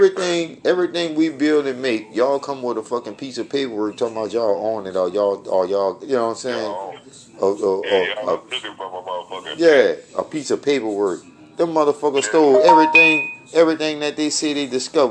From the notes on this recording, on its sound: Phone call conversations